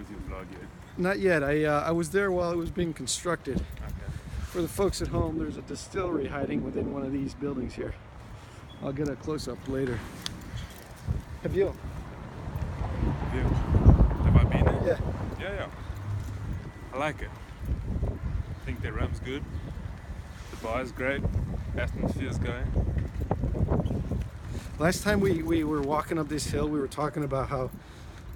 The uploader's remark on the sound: walk once around the block in the Union Market district of Washington DC